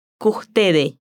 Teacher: En vez de decir que ustedes, dice ustedes, pero con la aspiración de la S queda así, ustedes.